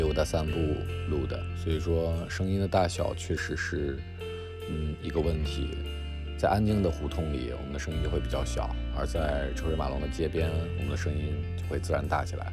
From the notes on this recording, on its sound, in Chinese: 本期散步路线：张自忠路—东四九条—朝阳门北小街—东四八条—东四北大街—北新桥—交道口东大街—安定门内大街—方家胡同—雍和宫大街。因为这个系列都是在街头录制，所以全程伴随着街头环境音；音量大小有所起伏。